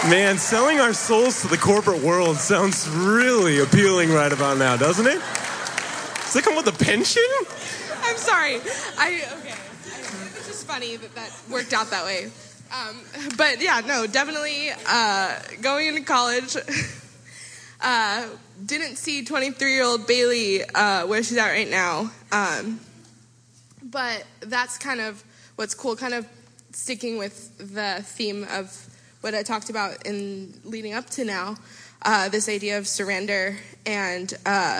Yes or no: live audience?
yes